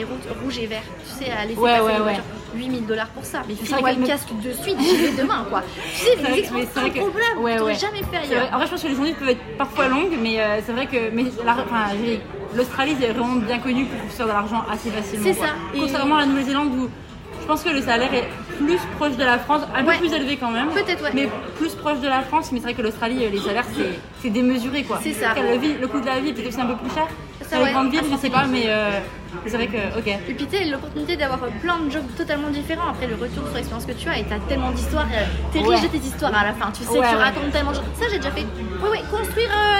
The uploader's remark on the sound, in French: Il y a bcp de bruit de fond ou nous avons enregistré l’épisode.